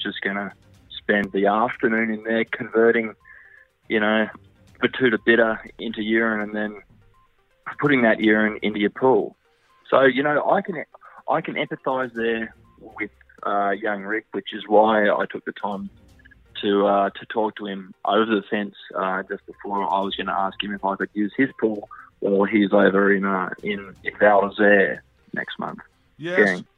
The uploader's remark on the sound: phones in from Berlin